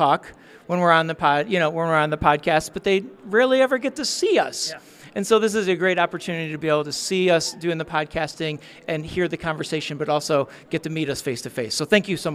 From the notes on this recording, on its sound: A short time ago in a galaxy near by we attended the annual S.T.E.A.M. Into Star Wars event held at Washington Community High School in Washington, IL and we had a blast!